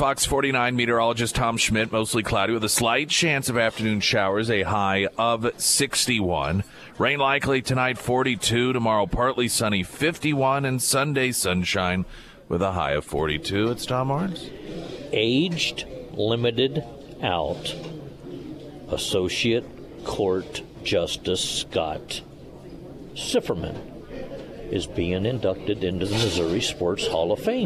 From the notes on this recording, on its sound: live at Scramblers Diner